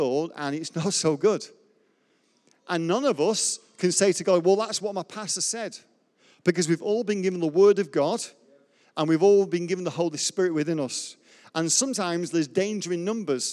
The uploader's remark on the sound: Recorded live at Life Church Lancashire 16th May 2021.